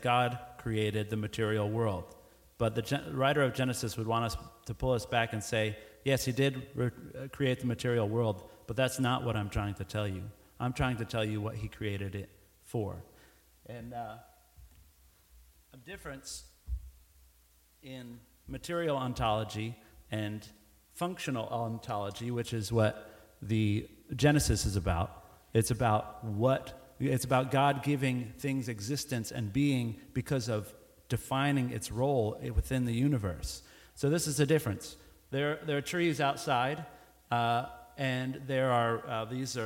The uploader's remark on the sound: Recorded Live.